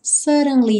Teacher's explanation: Aqui, esses dois D's vão ter um som de R, R, de R, como ali na legenda em azul.